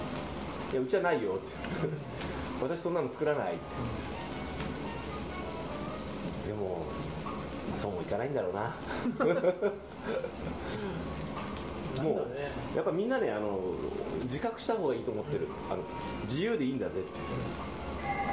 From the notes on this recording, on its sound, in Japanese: ご近所の居酒屋「癒」でのゲリラ収録２周目です。